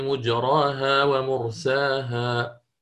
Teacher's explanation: وإن قرأت للإمام شعبة فأنتبه، هذه من الخلاف الخلافات يعني في الفرشيات، يقرأ مجراها بالفتح، ما عنده هنا إمالة ولكن يضم الميم